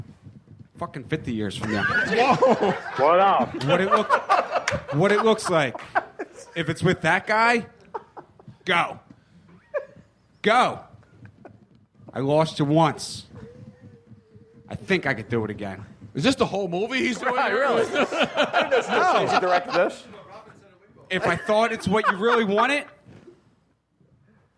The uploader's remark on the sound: The whole gang was back in action at Comedy Sports Philly for our big Pre-Valentines day extravaganza. Our audience in the Theatre as well as lucky listeners from around the country.